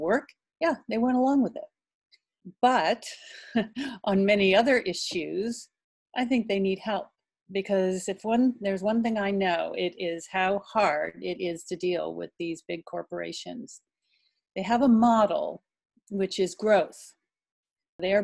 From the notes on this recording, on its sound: in a quick ZOOM interview